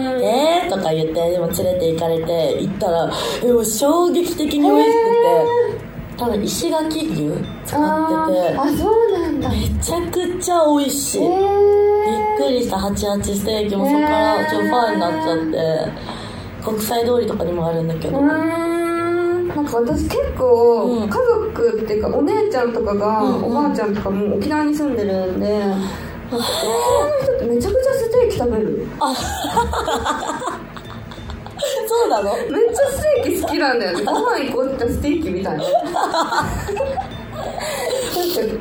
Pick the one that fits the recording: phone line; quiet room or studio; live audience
live audience